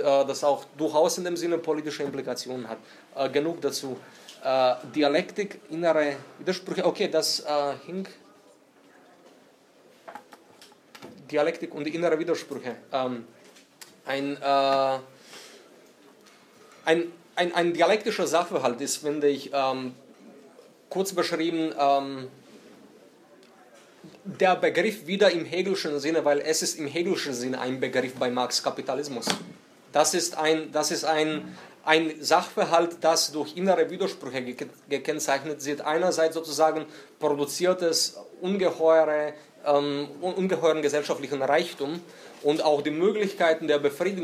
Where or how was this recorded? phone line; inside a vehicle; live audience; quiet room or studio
live audience